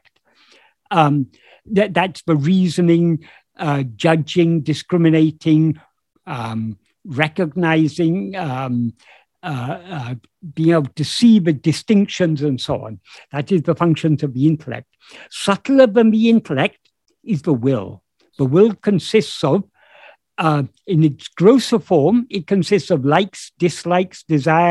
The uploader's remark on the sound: In a Zoom meeting with the Ramana group, Helsinki, on 23rd April 2022